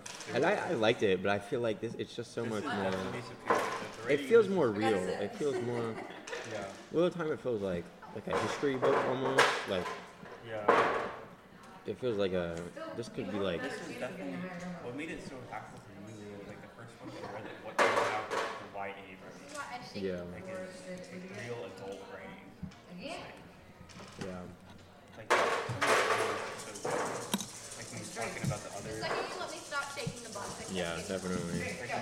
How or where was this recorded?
busy venue